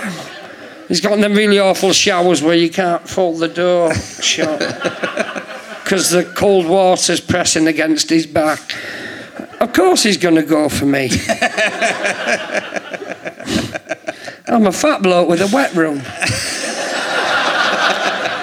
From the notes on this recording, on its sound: Leicester Square Theatre Podcast. Giving away a prize to a lucky audience member.